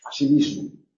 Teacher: Cuando se junta, el acento de la primera se pierde.